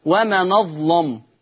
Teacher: طيب وما نظلم النقل، ولا ننسى تغليظ اللام لورش، له النقل خلاص ده حكم ثم تغليظ اللام.